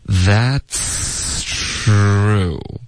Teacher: 这个 that's 的这个 ts 的音要一直持续到 true 的这个音，中间不会顿，不会断气，不会气流变得更弱，什么是一个非常一致的气流，大家听一下 That's true.我从这个 ts 跟 tr 之间呢，是气流是一直送出来的，所以这个句子短会简单一点，可是要注意这个 ts OK 是一直连发的 That's true.你可以听到它变化，可是不会感觉顿了。OK, That's true. · Term: 气流一致